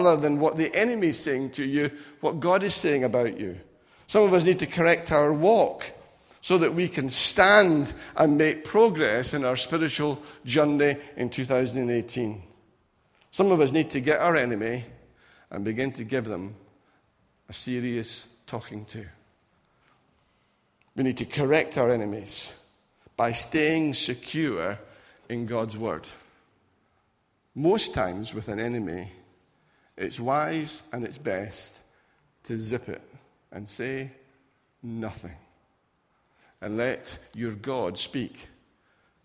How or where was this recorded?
large echoing room